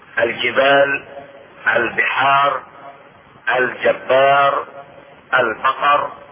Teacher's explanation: لام القمرية تلفظ ولا تنحذف في درج الكلام